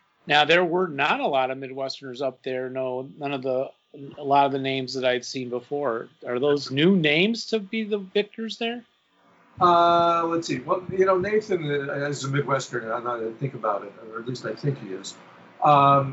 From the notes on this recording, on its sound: We do apologize for the poor audio quality. Covid is taking it's tech toll.